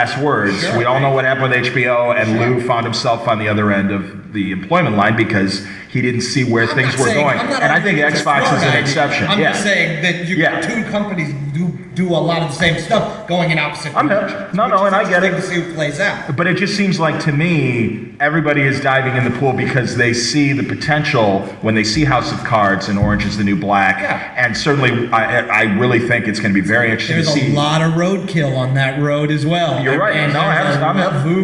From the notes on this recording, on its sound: the 9th Annual Podcasting panel at San Diego’s Comic-Con International